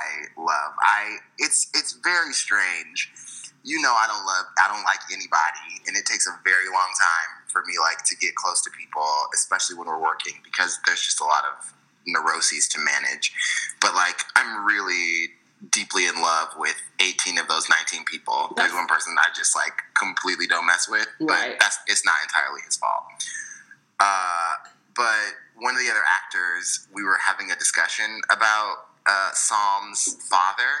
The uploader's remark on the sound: We had to go back to old school methods to get this episode recorded so the sound is, what it is.